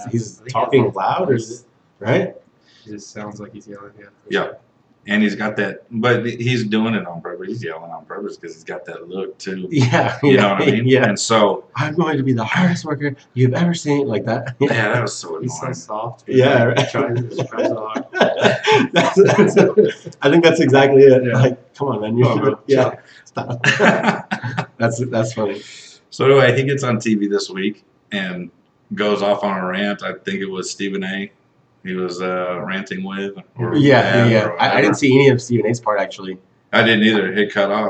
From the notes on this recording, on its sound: Sorry it sounds like we're in a tunnel.